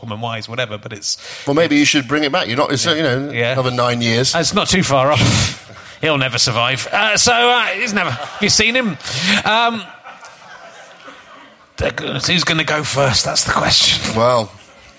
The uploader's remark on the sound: special interviews from the Bristol Slapstick Festival